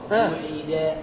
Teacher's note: هتحس ضم الواو ضم ضم شفتين قبل النطق بالواو